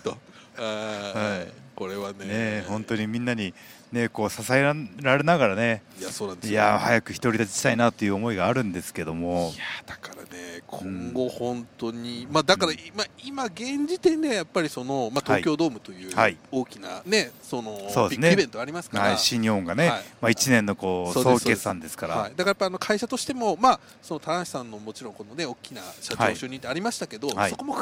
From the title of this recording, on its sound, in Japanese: タクシー移動中に緊急収録